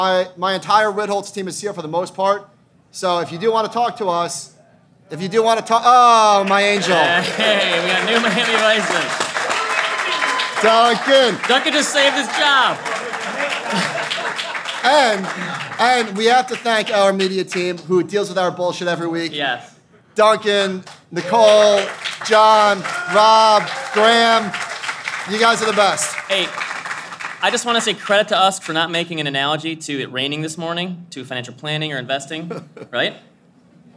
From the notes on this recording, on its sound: are live at Future Proof!